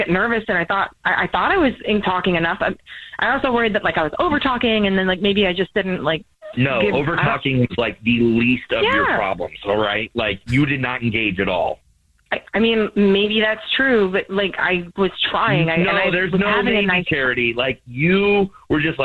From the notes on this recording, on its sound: We get that other person on the phone